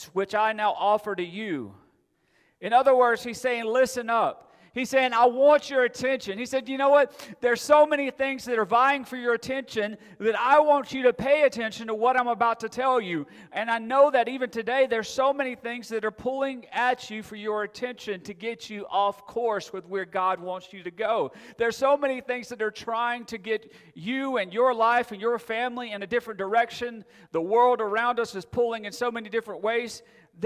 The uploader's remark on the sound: Recorded September 4, 2022 at Friendship Baptist Church.